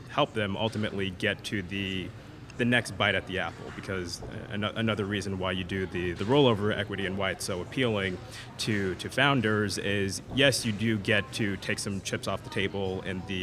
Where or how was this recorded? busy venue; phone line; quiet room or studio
busy venue